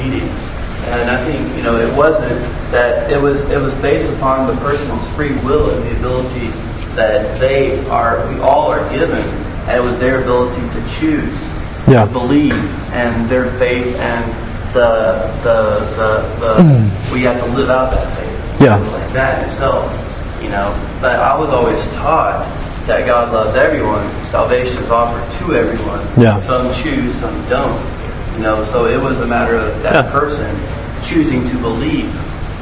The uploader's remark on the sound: This was a live Q&A done at City of God